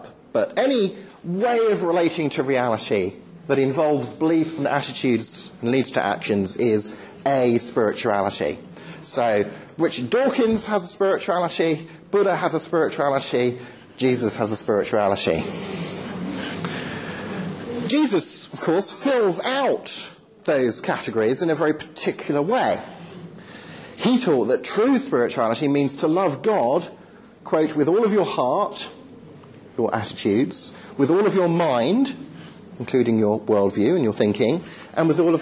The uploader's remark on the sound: Lecture delivered to the University of York Postgraduate Christian Fellowship, Dec 9th 2010.